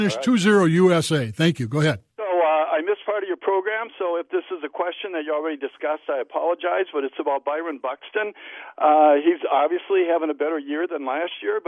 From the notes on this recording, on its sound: Open up the phone lines and take your sports questions.